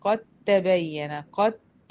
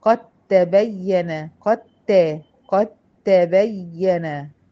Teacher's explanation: بقت ت مشددة لأن الدال أدغمت فيها · Term: إدغام، متجانسين